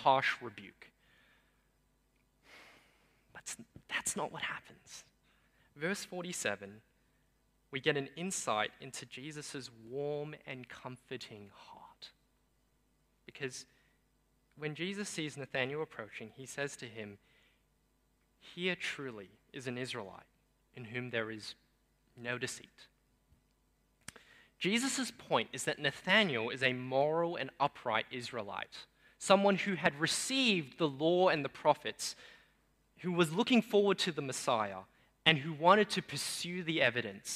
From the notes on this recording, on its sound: Sermon preached on 8 January 2023 at Newtown:Erskineville Anglican Church.